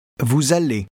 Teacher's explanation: Did you notice the z sound linking the words · Term: liaison